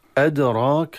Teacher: أدراك الراء تفخم مع الألف التي بعدها، وللعلم التي بعدها من حيث الرسم ياء، ولكن من حيث النطق ألف.